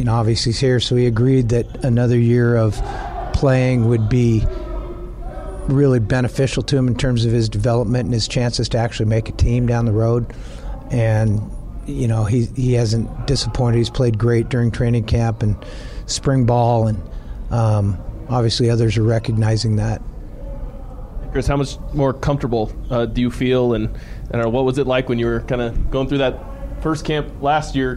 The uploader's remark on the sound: Montana Griz press conference